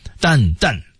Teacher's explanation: 你的气息一定要走鼻腔啊，因为 done 本身就是走鼻音的这样的单词